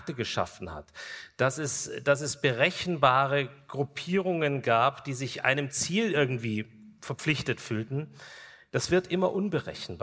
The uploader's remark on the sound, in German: GGG Live aus Kulmbach Teil I